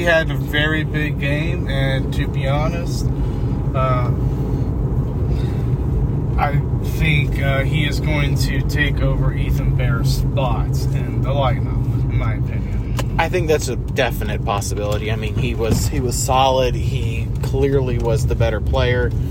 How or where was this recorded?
inside a vehicle